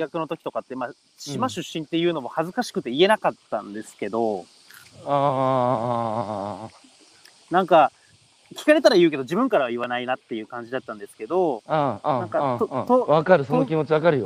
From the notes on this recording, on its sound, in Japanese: 八代海に浮かぶ、鹿児島県最北端の小さな島「獅子島」。歩きながら1時間、対談する。